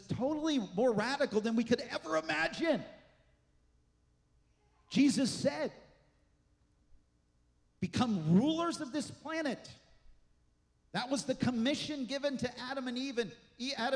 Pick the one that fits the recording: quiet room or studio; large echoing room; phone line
large echoing room